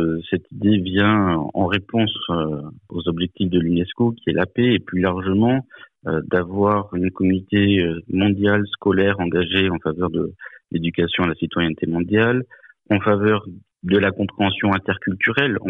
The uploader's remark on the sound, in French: Notre partenaire Eco Radio, du collège français Vincent Van Gogh de Blénod-lès-Pont-à-Mousson, qui fait partie du réseau, s’est entretenu récemment par téléphone.